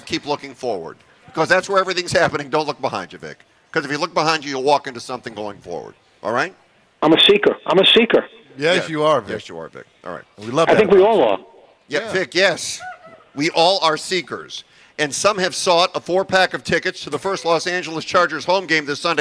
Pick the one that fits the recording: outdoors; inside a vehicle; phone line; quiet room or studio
outdoors